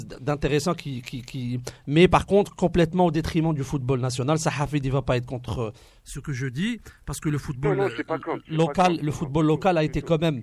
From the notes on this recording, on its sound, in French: nos invités par téléphone